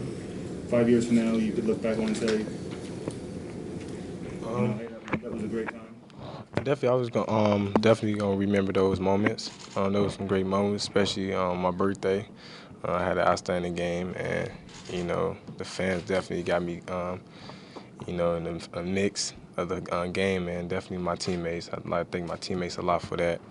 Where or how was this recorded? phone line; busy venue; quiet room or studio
busy venue